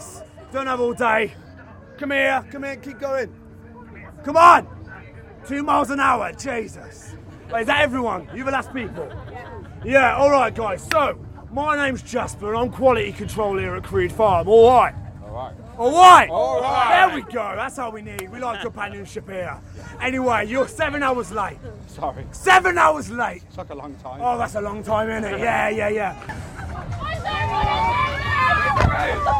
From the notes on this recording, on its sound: ScareTrack- Screamfest /On-location Review Episode 2023. ScareTrack visit Screamfest at the National Forest Adventure Farm in Burton.